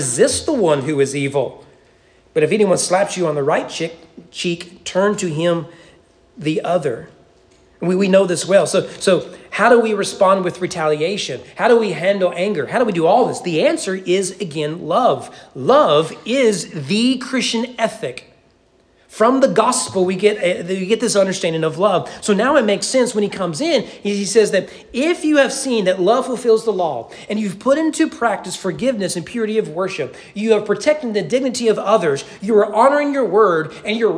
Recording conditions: large echoing room